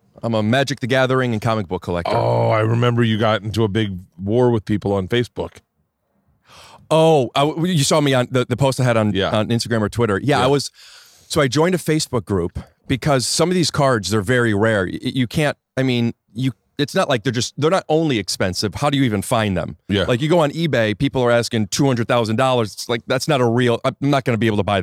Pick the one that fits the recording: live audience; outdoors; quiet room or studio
outdoors